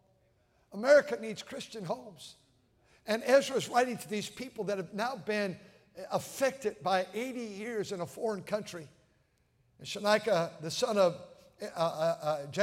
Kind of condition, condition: setting, large echoing room